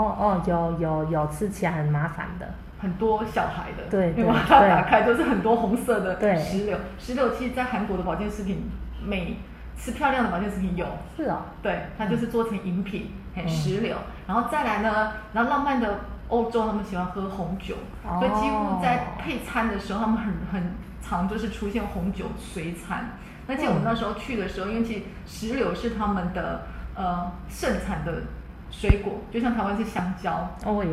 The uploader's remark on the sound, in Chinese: 因更換錄音地點，聲音有點空曠，再請多多包涵